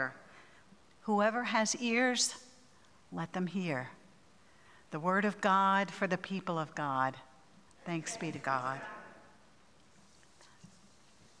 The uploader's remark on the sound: At Pender's Contemporary Worship Sunday on July 23, 2023